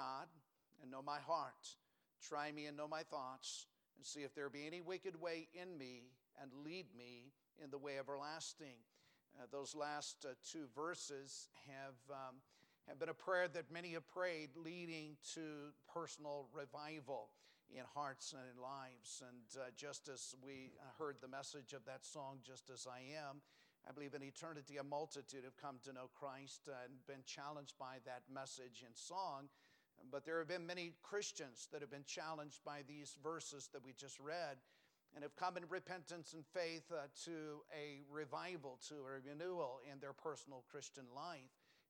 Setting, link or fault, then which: setting, large echoing room